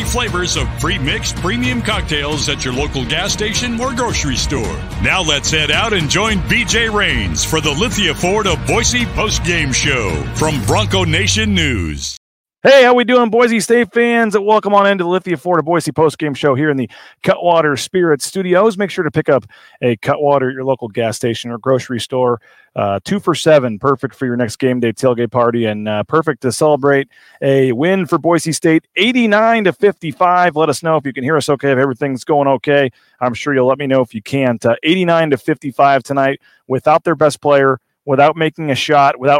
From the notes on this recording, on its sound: LIVE at ExtraMile Arena